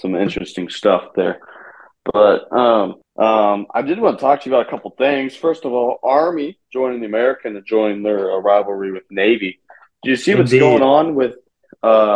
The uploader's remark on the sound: It's a Zoom episode!